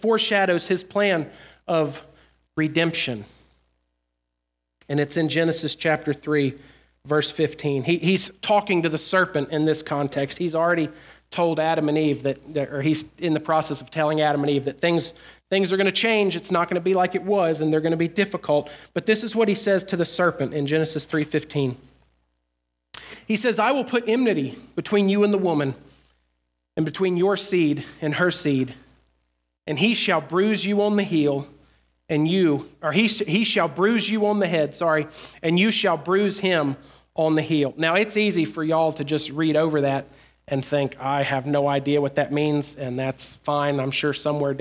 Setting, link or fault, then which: setting, live audience